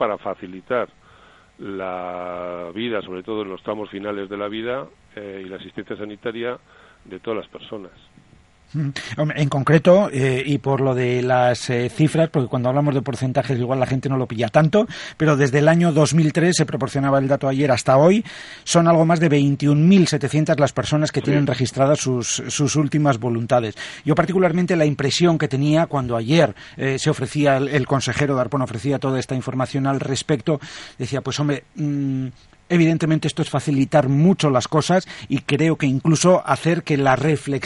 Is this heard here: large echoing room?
no